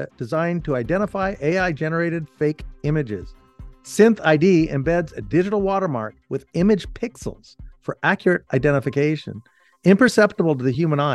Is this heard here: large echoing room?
no